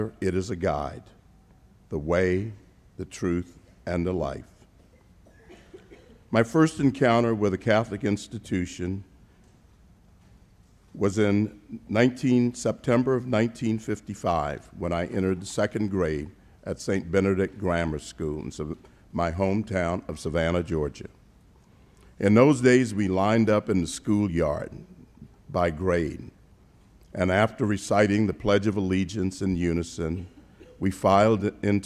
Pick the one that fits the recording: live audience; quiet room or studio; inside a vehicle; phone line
live audience